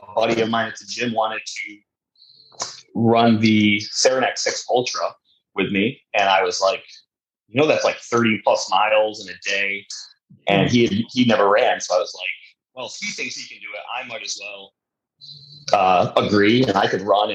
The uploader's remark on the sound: Sorry about the audio on this episode.